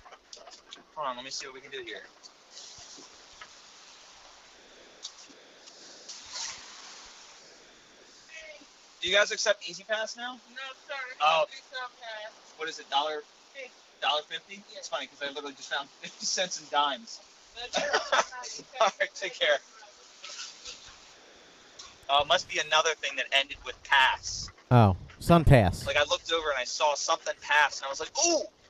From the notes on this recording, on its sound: as he drives to the Tampa airport